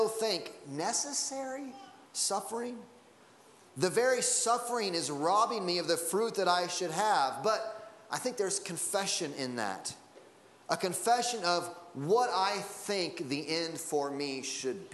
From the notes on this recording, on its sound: Sunday Morning Service Audio